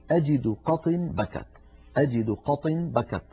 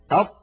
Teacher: تجدون بأن المخرج ينقفل انقفالا تاما · Term: حرف شديد